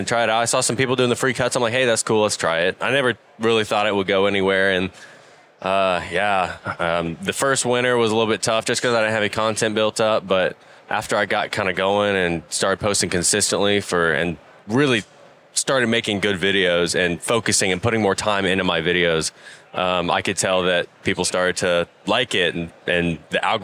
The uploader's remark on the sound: Live from the John Deere booth at Equip Expo 2023